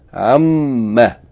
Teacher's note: Amma is originally an plus ma. Note that the noon of an has been assimilated into the meme of ma, and then the aleph is omitted because of it being preceded by a preposition.